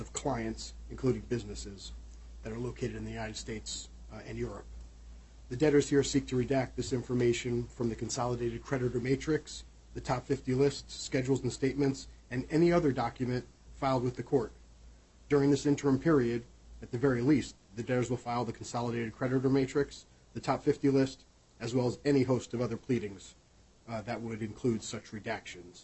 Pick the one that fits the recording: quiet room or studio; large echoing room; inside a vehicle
large echoing room